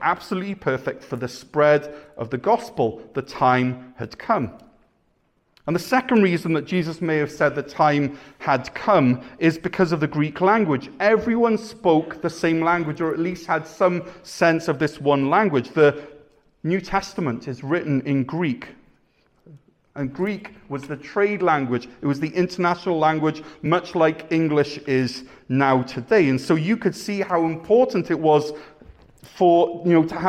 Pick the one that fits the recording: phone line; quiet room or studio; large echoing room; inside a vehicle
large echoing room